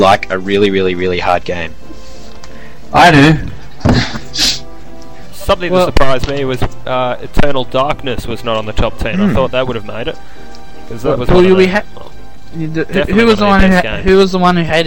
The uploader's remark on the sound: There are a few sound issues.